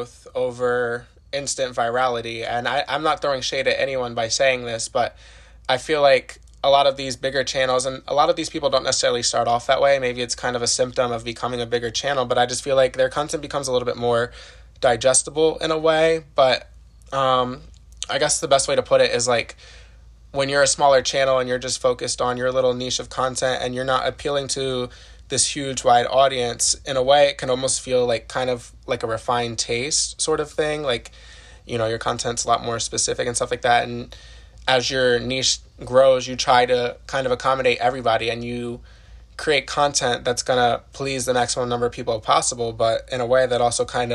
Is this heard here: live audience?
no